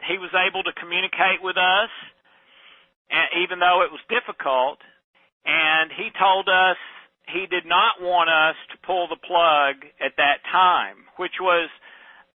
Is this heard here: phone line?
yes